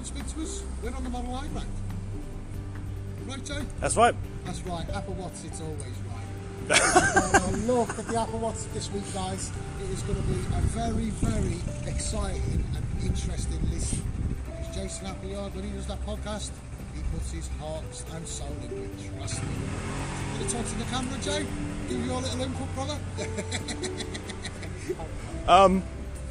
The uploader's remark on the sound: Returns to the streets of London with his Megaphone Talking All Sorts.